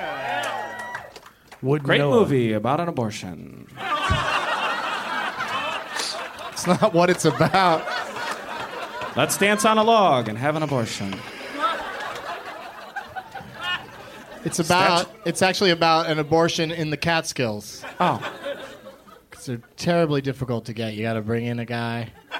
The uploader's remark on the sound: Live from the Punch Line in Sacramento